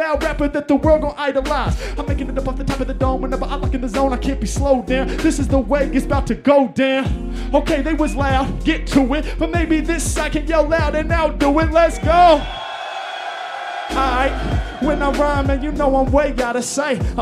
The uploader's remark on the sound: LIVE in Zurich